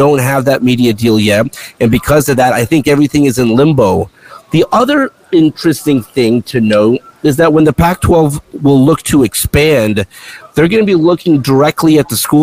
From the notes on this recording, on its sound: Mountain West and Pac-12 Media Days in Vegas. Live from Circa Sports in Vegas.